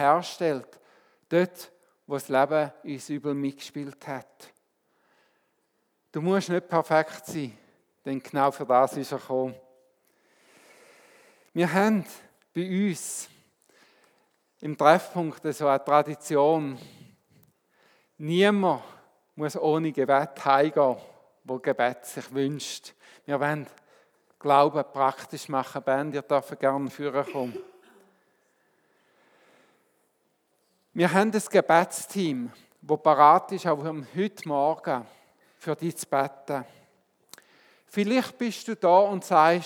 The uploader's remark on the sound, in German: Weihnachtsgottesdienst